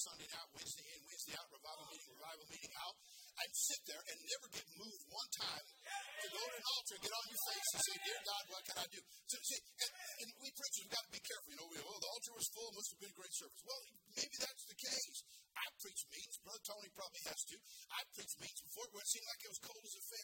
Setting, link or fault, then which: setting, large echoing room